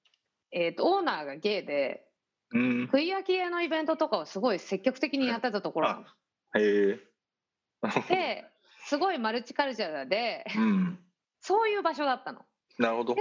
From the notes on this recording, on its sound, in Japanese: 本収録はビデオ会議サービス「Zoom」を使用し。一部聞き取りづらい箇所があります。